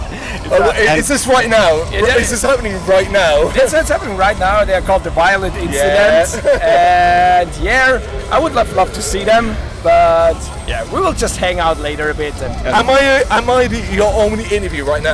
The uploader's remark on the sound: Bloodstock 2023 Interviews.